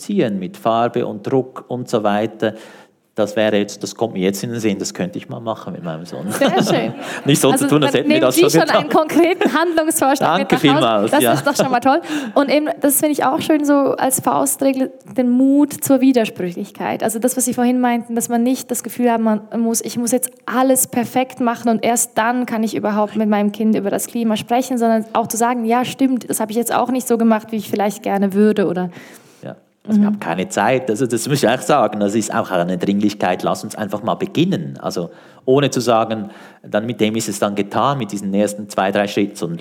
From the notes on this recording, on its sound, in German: Gespräch im Rahmen der Ausstellung «Natur. Live-Aufnahme im Stapferhaus.